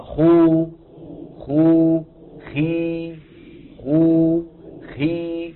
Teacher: بأي الصورتين فمك مملوء أكثر؟ بخو.